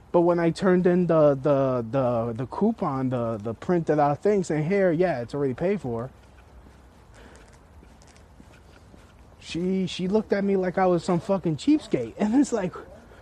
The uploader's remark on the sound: Walking On My Way To An Open Mic